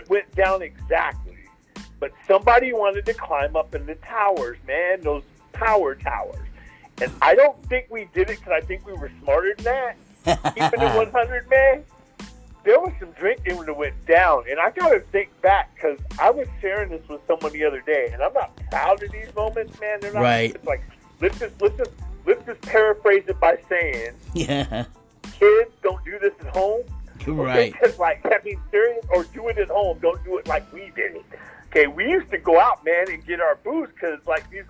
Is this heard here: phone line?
yes